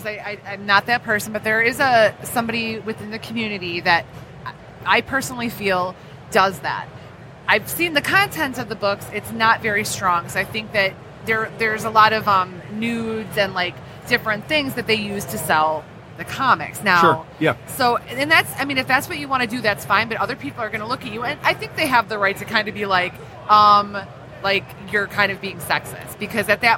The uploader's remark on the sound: Live from Motor City Comic Con